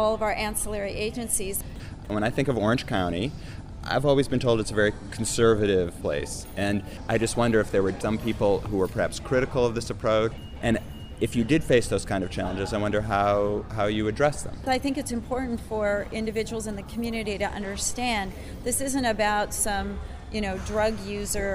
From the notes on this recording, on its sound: sorry for the background noise, but we’re in a hotel lobby.